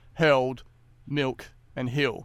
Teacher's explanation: there's a tendency for some of the L sounds to sound like vowels. So by this, I mean, like, the words hurled, milk, and hill will be like hurled, milk, and hill.